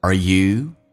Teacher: R 重度卷舌，打开口腔